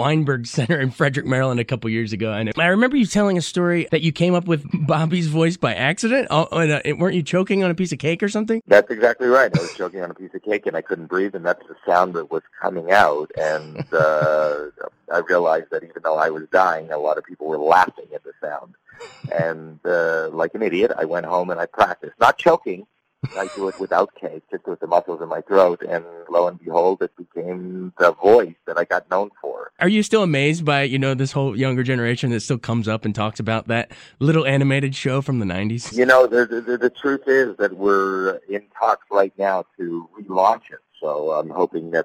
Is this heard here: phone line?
yes